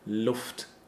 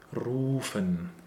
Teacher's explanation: In Luft, we have a short, opened U sound, O, Luft. And in Ruft, this comes from Rufen, from the word Rufen, where it's a long and closed U sound, Rufen. Exactly, and in Luft, the F-T basically functions then as a double consonant in the same word stem, and that's what we're really looking at.